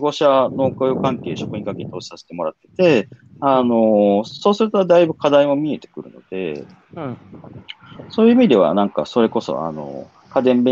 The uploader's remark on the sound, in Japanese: 歩きながら1時間、対談する